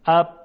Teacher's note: حرف با، در تلفظ حرف با میدانیم که محدودیتی در مقابل عبور هوا در دهان ایجاد میشه به این نفع که لبها بسته میشه. موقعی که لبها بسته میشه میبینیم که صدای حرف با حبس میشه و با کنده شدن یا باز شدن لب صدای حرف با ایجاد میشه.